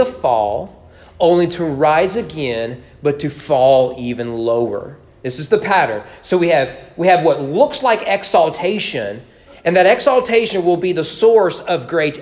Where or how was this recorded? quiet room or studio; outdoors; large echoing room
large echoing room